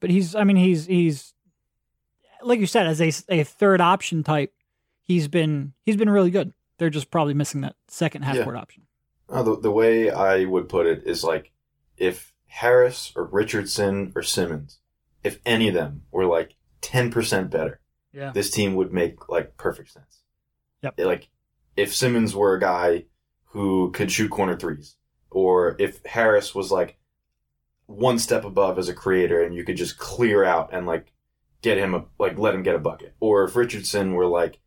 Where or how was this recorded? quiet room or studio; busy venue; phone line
quiet room or studio